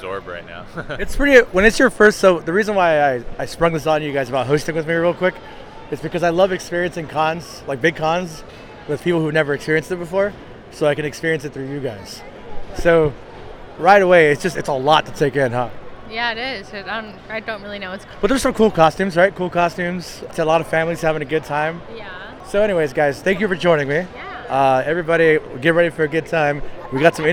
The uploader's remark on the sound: Live from L.A. Comic Con. We have another "Live" Episode!